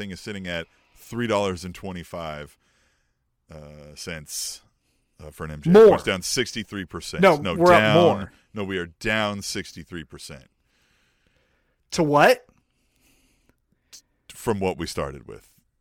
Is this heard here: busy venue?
no